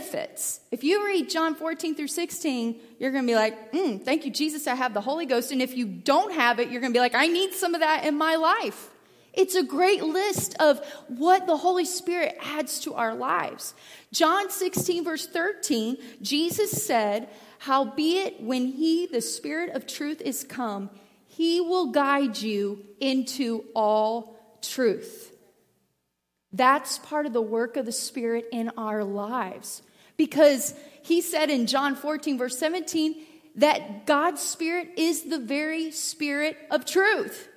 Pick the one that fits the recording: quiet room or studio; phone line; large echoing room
large echoing room